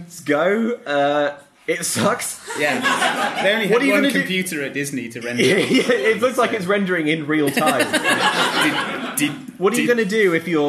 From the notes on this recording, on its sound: Thanks also to Loading Bar for hosting us for this live episode of Mom Can't Cook! We're back with a live episode. Thanks also to Loading Bar for hosting us for this live episode of Mom Can't Cook!